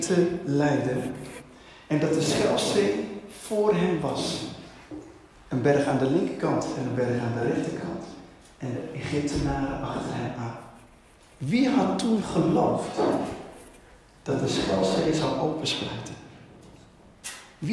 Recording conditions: large echoing room